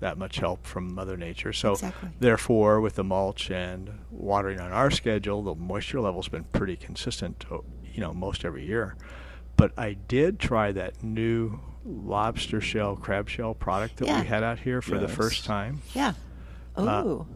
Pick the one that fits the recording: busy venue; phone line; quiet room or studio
busy venue